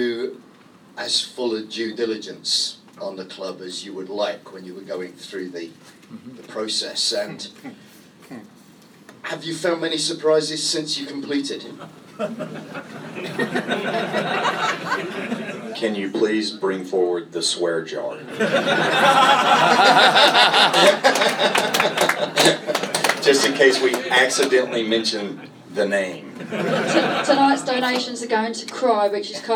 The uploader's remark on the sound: Recorded in the Supporters Club. Spoke to a live audience of Leyton Orient fans.